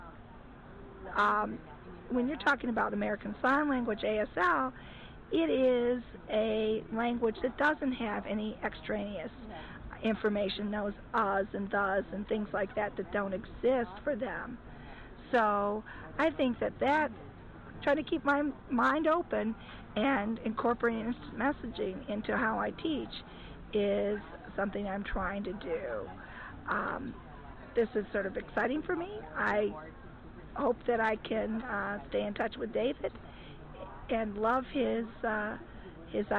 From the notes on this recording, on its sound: We're back at the MACUL conference to talk with some educators.